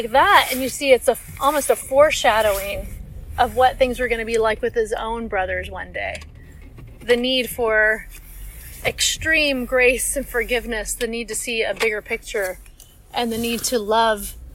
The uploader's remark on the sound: I don't always record in my car, but when I do... Join me for a little car ride again.